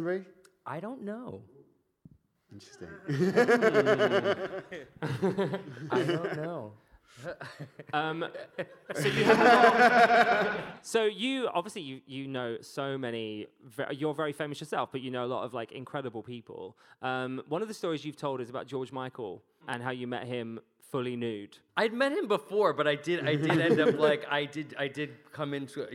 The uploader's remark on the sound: Live from the O2. At Just For Laughs Festival London.